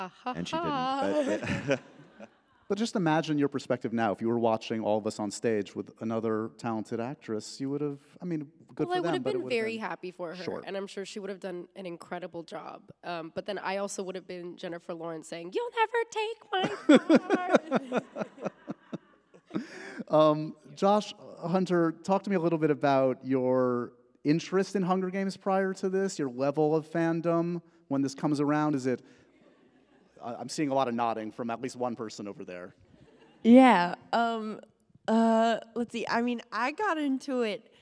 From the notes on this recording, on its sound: A LIVE taping and goodbye to their press tour.